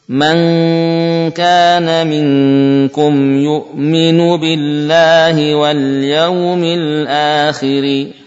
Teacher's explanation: ada gunah yang bisa melewati khayshum dan lidah mendekati makhraj kaf